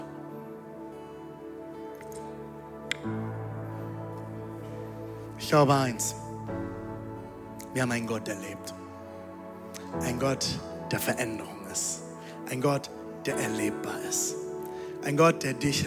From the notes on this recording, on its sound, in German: Audiomitschnitt der Predigt